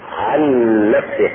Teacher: النون الاولى ساكنة والثانية مشددة، فتدخل الاولى في الثانية